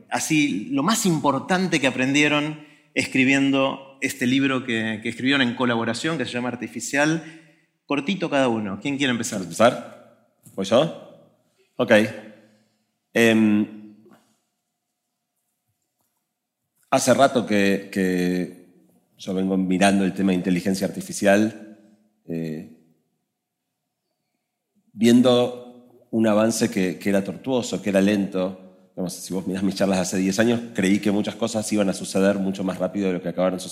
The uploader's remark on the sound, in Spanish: lo hicimos en un teatro con una audiencia en vivo de casi 1000 personas